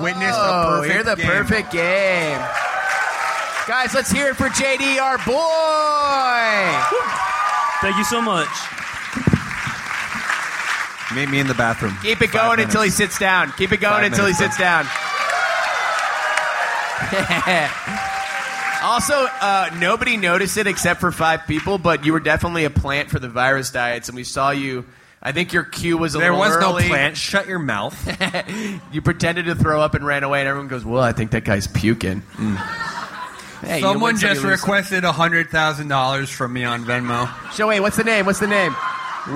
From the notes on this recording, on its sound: Live at SXSW. Live from Austin, Texas.